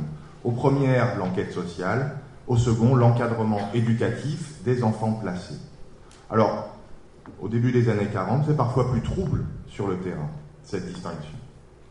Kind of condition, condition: setting, live audience